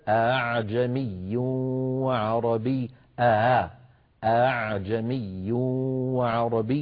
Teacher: الكلمة التي رويت لنا مسهلة بين الهمزة المحققة وحرف المد المجانس لها · Term: التسهيل